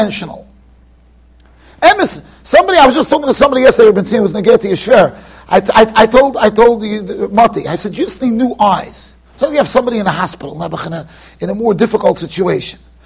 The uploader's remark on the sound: Shiur recorded in Yeshivas Ohr Reuven, Monsey NY.